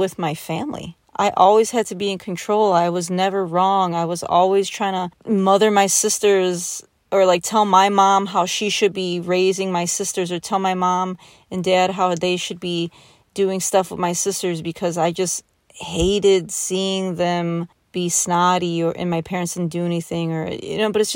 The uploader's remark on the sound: Sitting in my car late at night in Kentucky.